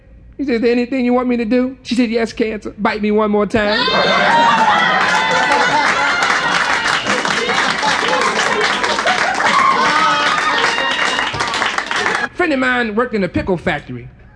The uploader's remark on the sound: The listener can hear the audience holding their breath in the background and finally exploding with laughter when the punch line hits.